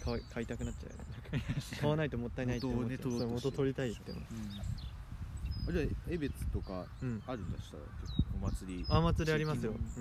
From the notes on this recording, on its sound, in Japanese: 目の前にシャボン玉が出没。風の音で音声が聞きとりにくい関係上BGMはありません。Anchor←このアプリで収録してます。